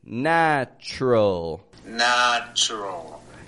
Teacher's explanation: even when we have some vowel sounds between the two letters, we will sometimes reduce those vowels, pronounce it real quick, like a chur kind of sound.